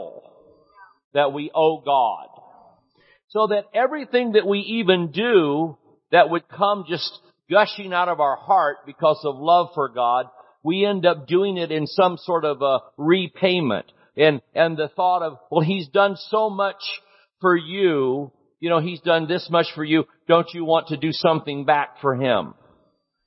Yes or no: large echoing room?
yes